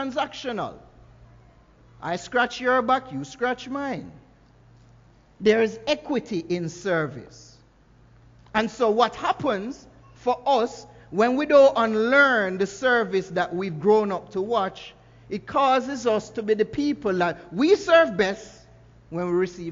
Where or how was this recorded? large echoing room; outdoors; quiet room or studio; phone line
large echoing room